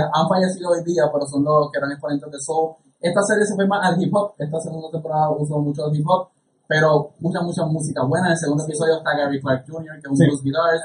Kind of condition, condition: fault, poor sound quality